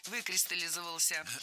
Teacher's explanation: Произносить это слово довольно сложно, так как ударяем первый слог, а потом идет много безударных слогов.